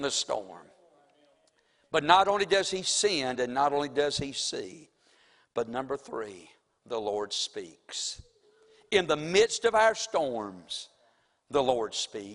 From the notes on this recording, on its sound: Sunday evening service preaching from the pulpit of Woodland Baptist Church – Winston Salem, NC.